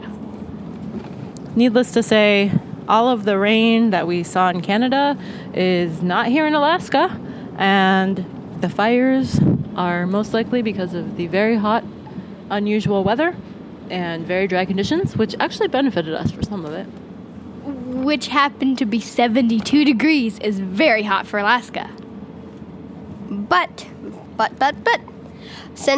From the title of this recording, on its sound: Live from the Alaska Highway